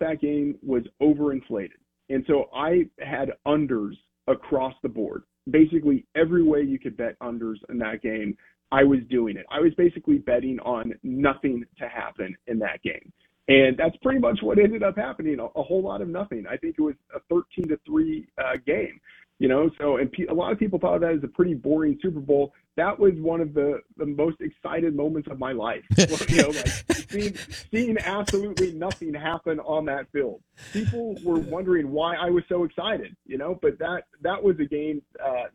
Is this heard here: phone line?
yes